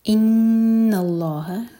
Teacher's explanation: نون پر غنہ اور پھر لام جلالہ ہیوی. ان، نہ لائٹ رہے گا، اس کو ہیوی نہیں ہونے دینا.